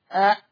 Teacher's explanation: أقصى الحلق هي منطقة الأوتار الصوتية، كلنا عارفين مخارج الحروف منطقة الأوتار الصوتية. فالهمزة حينئذ عندما تخرج من منطقة الأوتار الصوتية يحدث انطباق للوترين الصوتيين، فيحتبس مرور الهواء والصوت. · Term: الهمزة المحققة